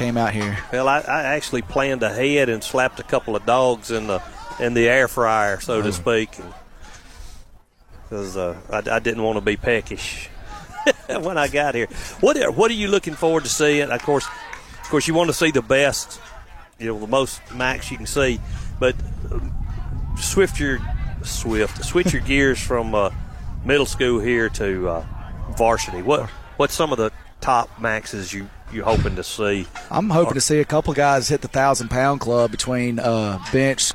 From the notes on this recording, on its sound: Live from the Clements Lift-a-Thon